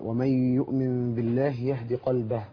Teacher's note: حرف الهاء ده حرف من حروف الهمس، حرف ضعيف فلابد ان يقوى بالنفس